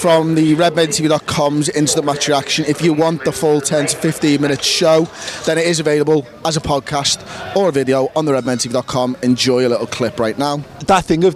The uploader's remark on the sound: outside Anfield